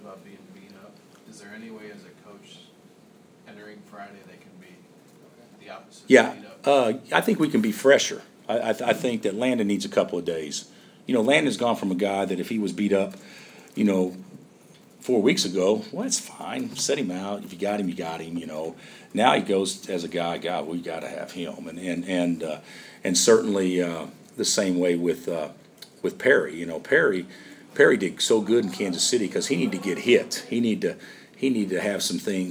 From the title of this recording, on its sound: Press Conferences & Post-Game Interviews